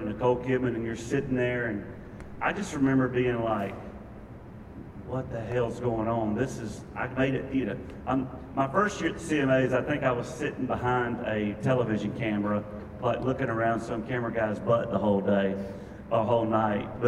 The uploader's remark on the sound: we attended an exclusive Press Conference